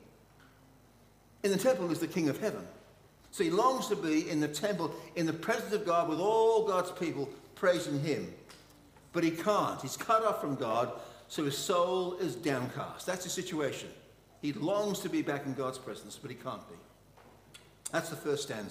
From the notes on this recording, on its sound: Session 3 of Ann St Church Annual Conference